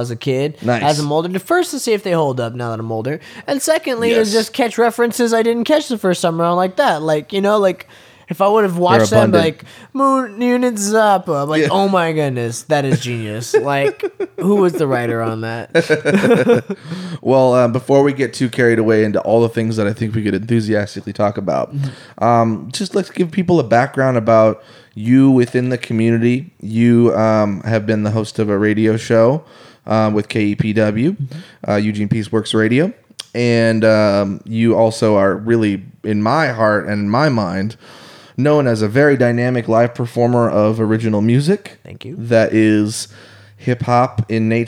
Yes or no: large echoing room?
no